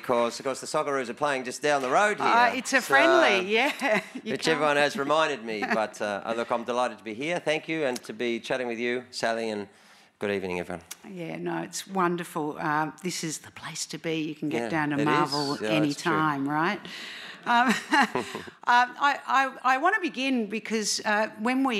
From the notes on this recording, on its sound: This event was recorded at the Wheeler Centre on Tuesday 28 March 2023.